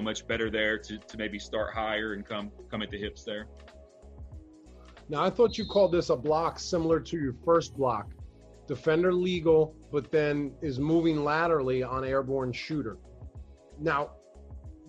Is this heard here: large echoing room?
no